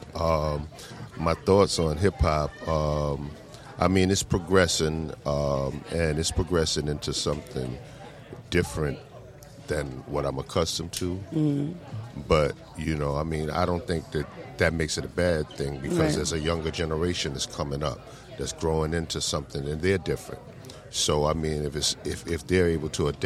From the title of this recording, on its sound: Live from the BET Awards